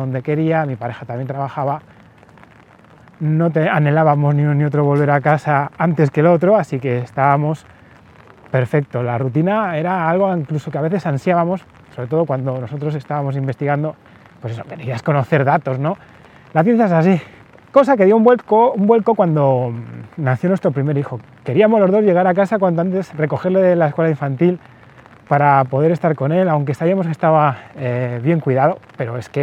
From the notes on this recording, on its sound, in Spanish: No tenéis los auriculares rotos ni el audio del podcast está sucio, es el agua haciendo ruido en el paraguas. Momento en el que tuve que salir a buscar al hijo mayor de una actividad deportiva.